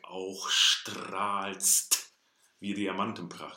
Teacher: Well, and not just with the sh, we have to get the of auch str. We have four consonants basically to get out before we hit the R.